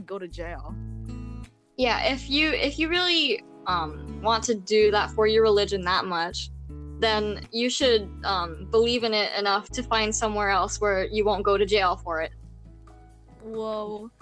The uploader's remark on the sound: If you notice the audio is a bit wonky, it's because there are a lot more cuts in the audio than we usually have (from connection problems, random silence, and just us saying a bit too much on accident 0-0).